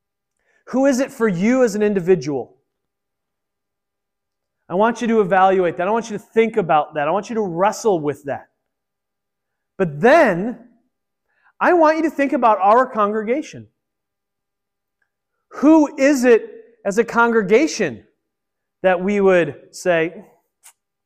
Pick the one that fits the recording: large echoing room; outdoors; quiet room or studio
large echoing room